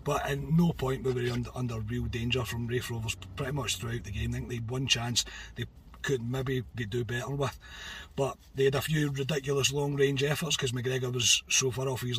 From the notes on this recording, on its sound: Reaction from the car